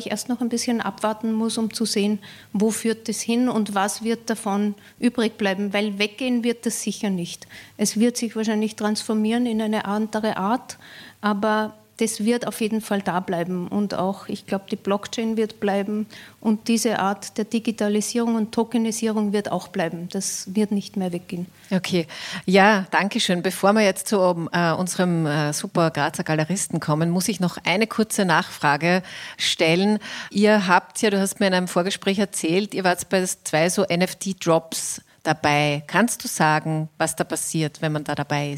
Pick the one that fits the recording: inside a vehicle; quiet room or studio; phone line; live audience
live audience